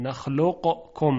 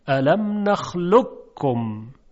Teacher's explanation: چون قاف و کاف قریب المخرجن، یعنی مخرجشون نزدیک همه و مجاور هم هستن، به راحتی می توانیم قاف رو در کاف ادغام کنیم · Shown in: second take · Term: ادغام حرف قاف در کاف